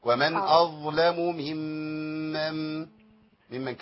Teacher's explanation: رفع الضاء شوية عشان يجيب الضاء بقى برخوتها ما يقلقلهاش